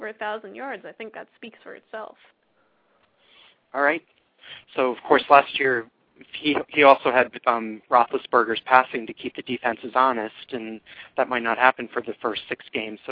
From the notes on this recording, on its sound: fan interaction via phone